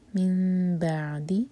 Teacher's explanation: من بعدی نون میم میں چینج ہوا تو یہاں پر اقلاب، تو میم کو ہم ہولڈ کریں گے دو سیکنڈس اور ہونٹوں کو ٹائٹ نہیں بند کریں گے. من بعدی اور عین پر جھٹکا نہ آئے.